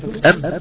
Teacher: سد الخيشوم وقول حرف الميم الساكنه ام ام ام، سد الخيشوم ام، الصوت اتكتم